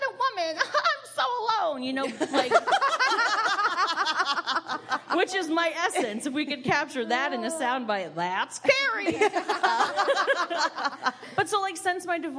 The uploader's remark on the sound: Live at the Maumee, Mary & Joseph Comedy Festival. The Homance goes on the road to Fort Wayne, Indiana. This is the live show recording from 816 Pint & Slice.